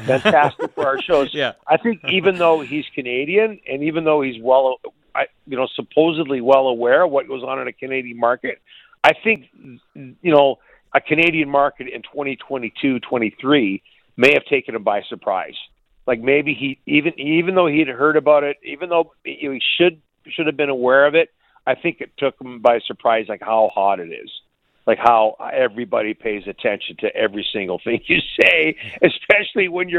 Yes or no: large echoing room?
no